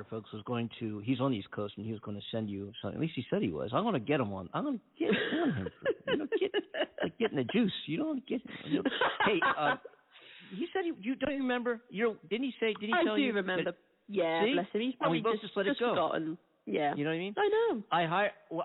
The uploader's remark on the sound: In this episode, we decided to call back a phone scammer claiming to be Publisher's Clearing House Dash For Cash.